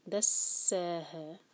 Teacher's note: خواب، خا ہیوی بالائٹ، خواب من دا، نون پر اخفا اور دال کے لیے زبان تیار. من دسہ، جب ہم سین پڑھیں گے تو سیٹی جیسی آواز آنی چاہیے